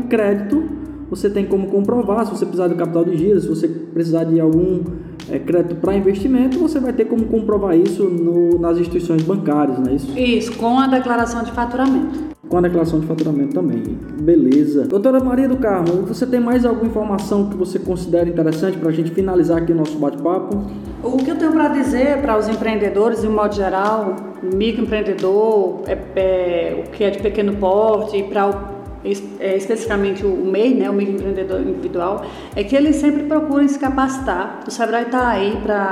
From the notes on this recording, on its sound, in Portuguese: Este terceiro episódio foi gravado na palestra. Na palestra que faz parte do ciclo promovido com intuito de capacitar cada vez mais o varejo de Brejo Santo.